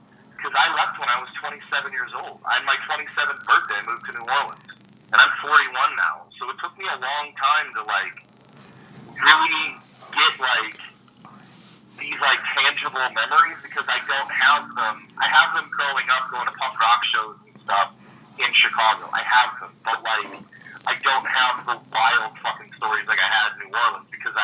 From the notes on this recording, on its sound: In the midst of enjoying another wonderful SXSW. Recorded via phone in Grand Rapids, Michigan and Austin, Texas.